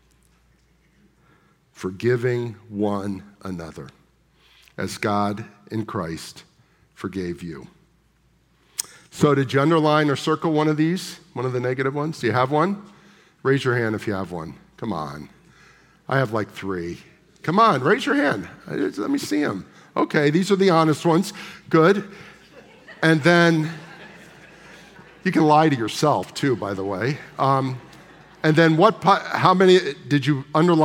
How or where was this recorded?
large echoing room